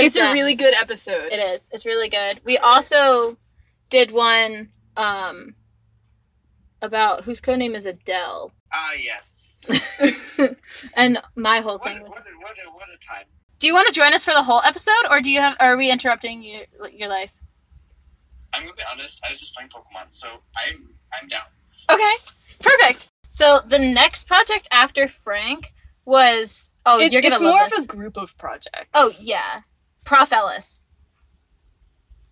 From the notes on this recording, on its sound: The audio is a little funky in this episode. Thank you for bearing with our screaming.